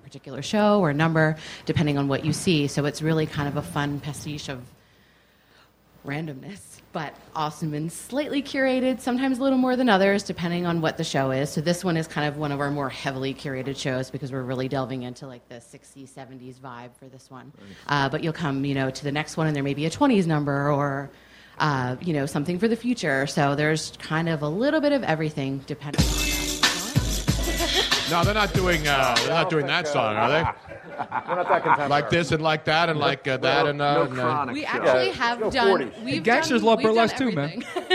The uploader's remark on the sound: The whole gang was back in action at Comedy Sports Philly for our big Pre-Valentines day extravaganza. Our audience in the Theatre as well as lucky listeners from around the country.